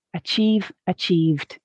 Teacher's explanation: we're not adding an extra syllable here, but the base form of the verb ends in a voiced sound, which leads us to make the D sound at the end of the past tense